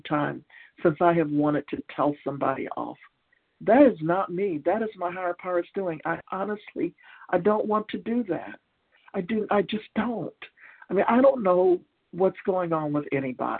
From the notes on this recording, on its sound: from the 100 Pounders Phone Meeting, 2/7/23